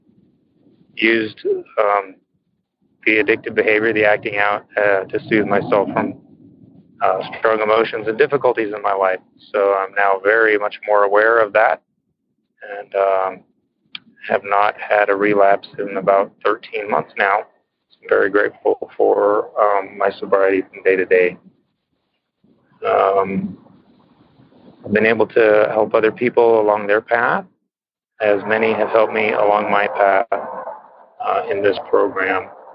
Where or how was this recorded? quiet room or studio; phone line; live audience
phone line